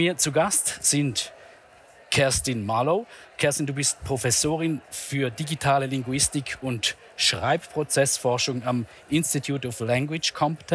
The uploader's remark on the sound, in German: am jährlichen Branchenevent IAM live 2023